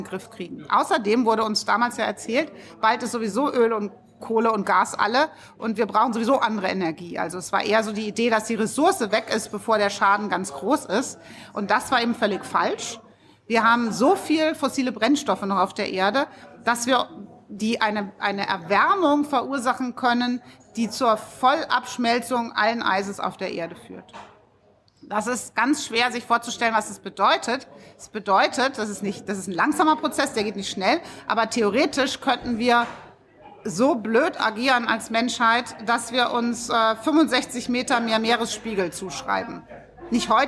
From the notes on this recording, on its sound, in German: August 2020 in der Berliner Buchhandlung Ocelot aufgezeichnet.